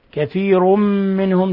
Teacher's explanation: تنوين ضم جاء بعده الميم إضغام بغنة